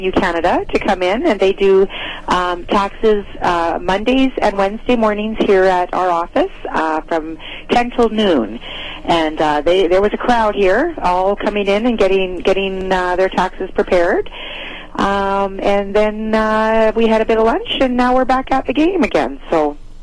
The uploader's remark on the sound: The weekly phone